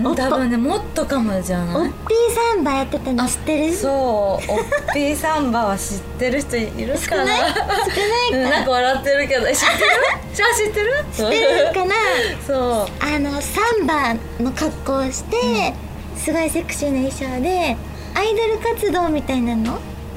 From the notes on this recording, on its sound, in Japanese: 約2年ぶりとなる公開収録がついに開催されました。